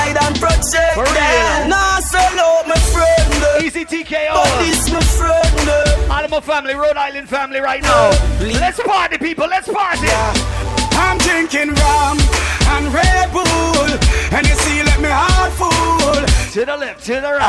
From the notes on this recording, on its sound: LIVE ON JULY 28. Live audio from Island Saturdays.